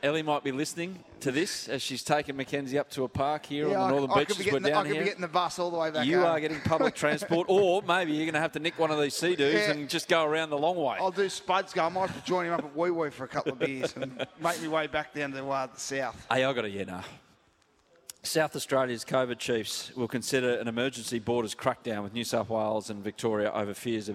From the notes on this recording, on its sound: live from Seadoo in Brookvale